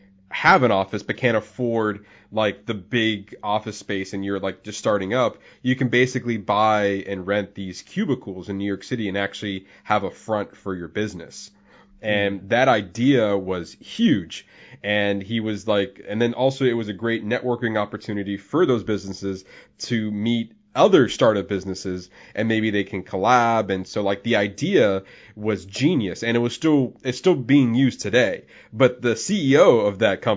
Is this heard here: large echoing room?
no